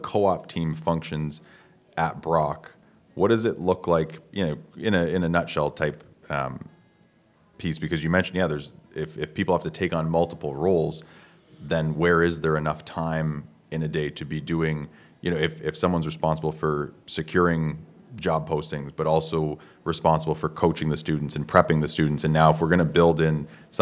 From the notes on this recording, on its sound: Live from the 2023 CEWIL Conference in Halifax, NS